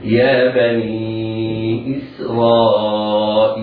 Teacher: على القارئ أن يهتم بإظهار كسرة همزة إسرائيل وترقيق السين هكذا